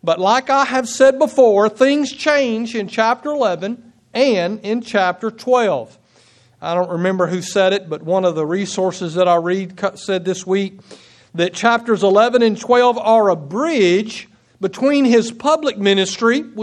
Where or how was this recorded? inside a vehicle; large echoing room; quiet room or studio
large echoing room